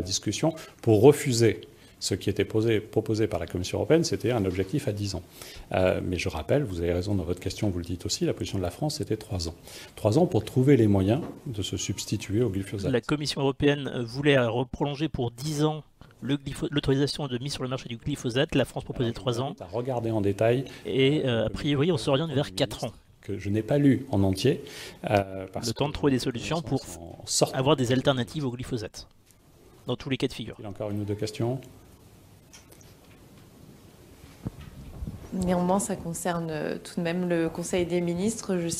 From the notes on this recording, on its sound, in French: la traditionnelle conférence de presse de sortie du conseil des ministres